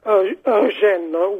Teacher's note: Eugène, with the emphasis on the gène, because We have an accent sloping backwards after the second E.